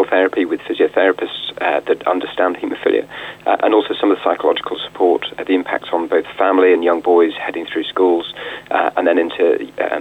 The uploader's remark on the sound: Joined us on the line.